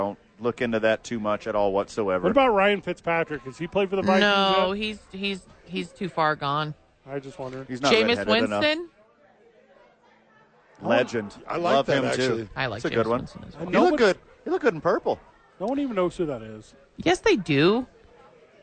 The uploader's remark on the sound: The Bois are live from Howies Sports Page.